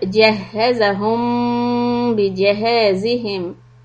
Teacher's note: The meem sukun followed by letter ba is always ikhfa shafawi